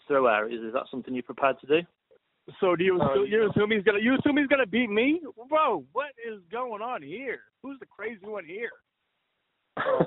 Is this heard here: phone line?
yes